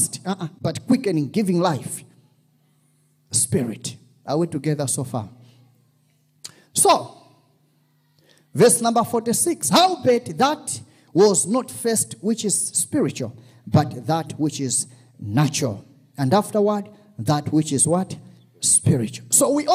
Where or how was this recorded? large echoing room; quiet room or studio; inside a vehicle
large echoing room